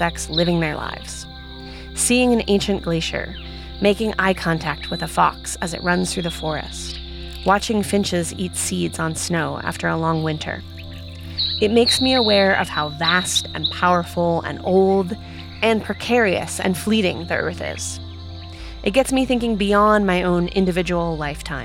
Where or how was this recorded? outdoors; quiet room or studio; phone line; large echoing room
outdoors